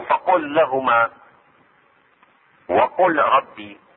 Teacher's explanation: لام فعل الامر قل تشدد مع حرف اللام مثل فقل لهما، وحرف الراء مثل وقل ربي، واصبحت مدغمة في الثاني